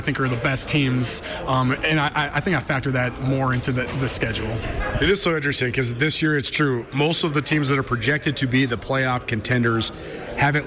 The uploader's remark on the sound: LIVE from the Big Sky Kickoff in Spokane